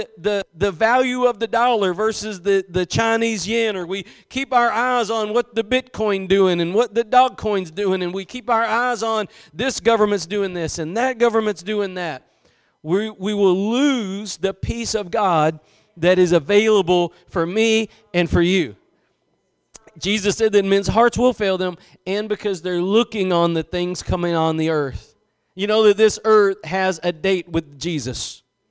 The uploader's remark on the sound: Preached at Gospel Lighthouse in Bossier City, La.